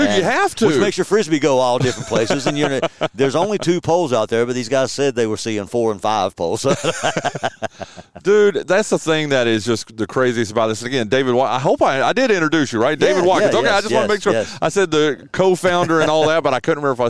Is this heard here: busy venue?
yes